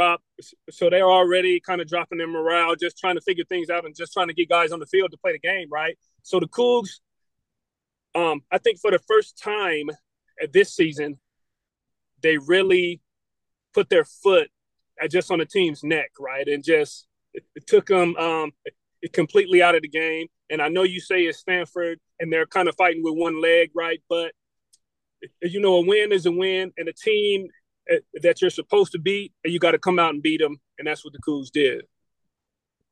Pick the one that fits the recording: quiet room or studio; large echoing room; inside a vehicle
inside a vehicle